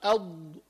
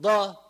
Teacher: فلما بدي أقول الضاد لساني بيروح إلى جهة اليسار لعند الأضراس · Shown in: first take · فبقول أض، اللسان يذهب إلى اليسار أض.